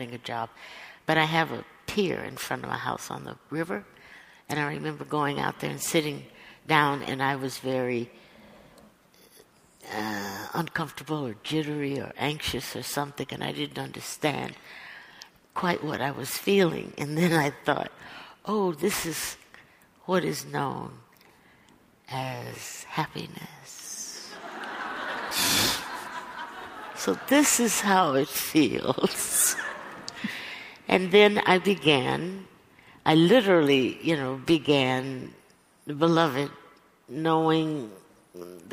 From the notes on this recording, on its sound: LIVE from the NYPL. LIVE closes the Fall 2013 season with a conversation.